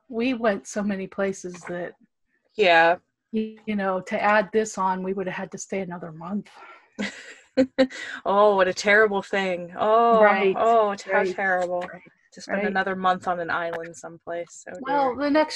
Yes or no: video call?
yes